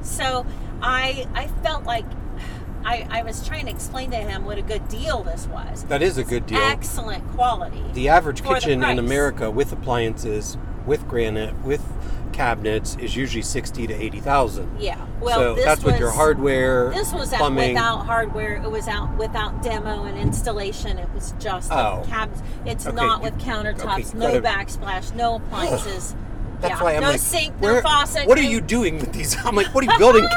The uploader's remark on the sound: We are on the road again! This podcast is in the car.